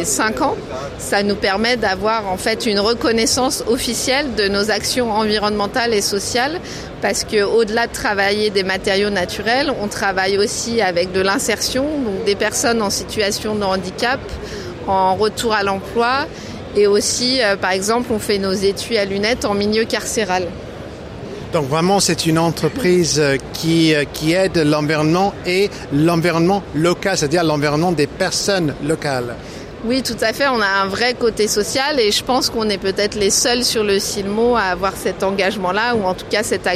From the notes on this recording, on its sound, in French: (FR) Épisode 6 "en direct" du Silmo Paris 2023. Dans ce nouvel épisode très animé, en direct du cœur du Silmo 2023.